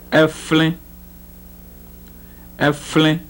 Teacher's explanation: the voiceless labiodental fricative in a cluster